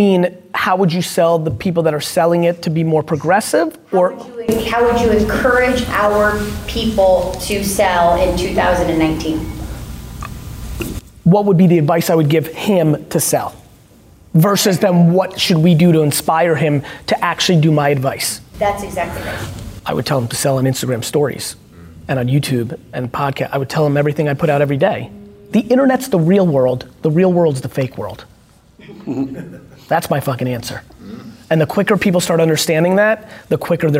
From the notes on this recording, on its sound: At this private dinner, I did a Q&amp;A with the guests. A VIP Q&A Dinner.